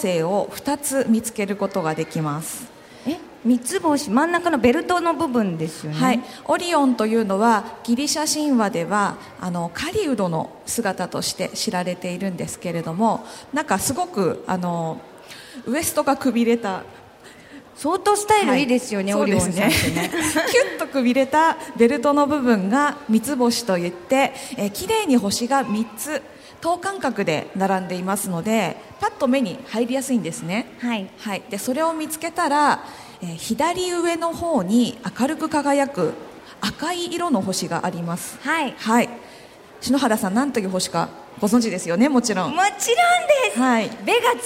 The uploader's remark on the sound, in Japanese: 今回はさがみ湖リゾート プレジャーフォレストで行われた公開録音の模様をお届けします。